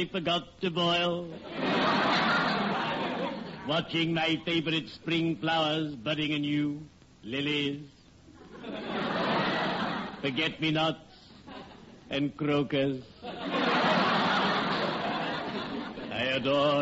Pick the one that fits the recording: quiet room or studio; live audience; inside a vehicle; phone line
live audience